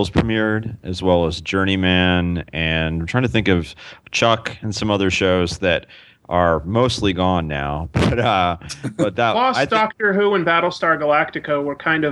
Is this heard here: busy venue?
no